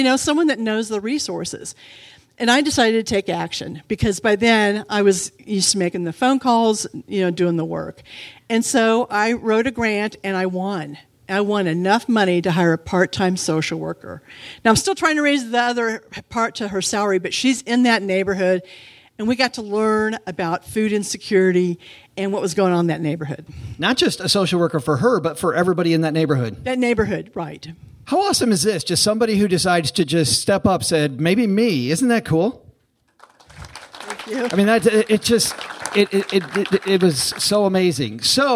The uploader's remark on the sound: We're kicking off our live Kansas City show. We were joined on stage by our guest co-host. It's a really fun episode in front of a lively crowd who braved some pretty bad weather conditions.